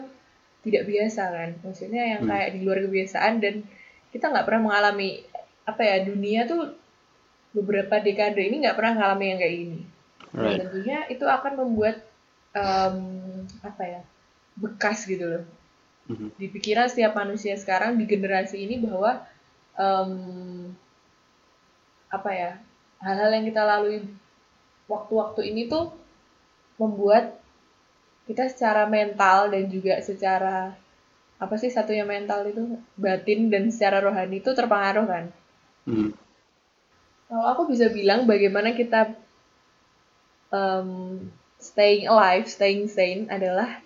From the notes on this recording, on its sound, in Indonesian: Bermodalkan fitur Skype Recording dengan kualitas pas-pasan (jelek)